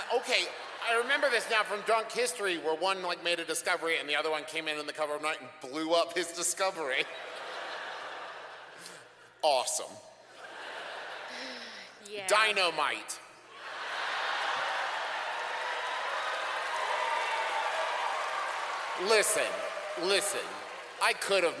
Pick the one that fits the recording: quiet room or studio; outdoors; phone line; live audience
live audience